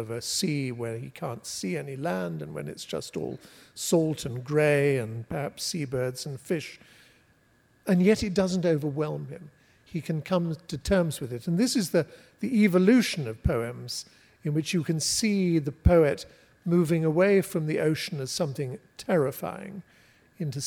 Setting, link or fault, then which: setting, live audience